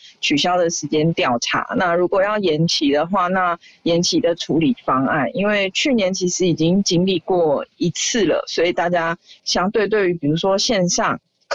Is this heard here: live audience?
no